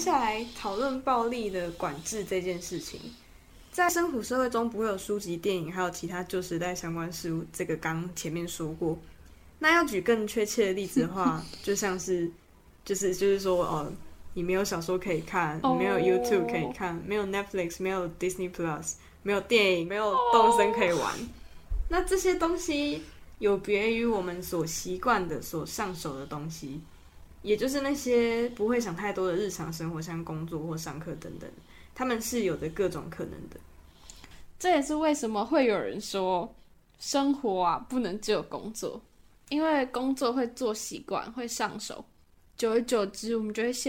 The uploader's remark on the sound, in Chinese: 如有雜音請見諒。換季，鼻子過敏，過敏人請舉手！附近就是榮總 真的很抱歉！場地與設備不完善，全真實錄音現場，絕無僅有。